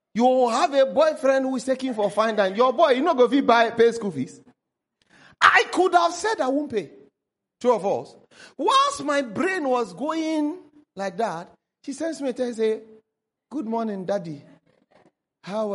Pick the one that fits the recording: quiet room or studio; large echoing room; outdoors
large echoing room